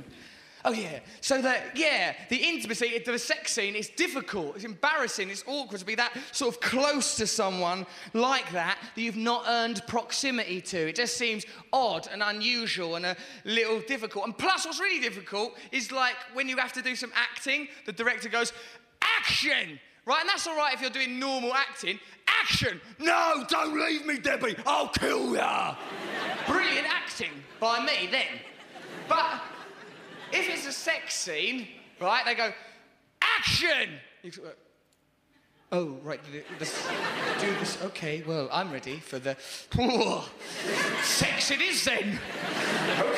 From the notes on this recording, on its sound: Recorded at the Hackney Empire